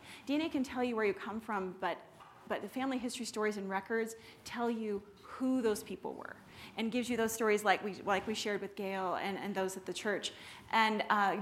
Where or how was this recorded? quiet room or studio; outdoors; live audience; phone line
live audience